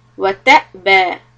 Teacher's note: hamza sukun, a little hiccup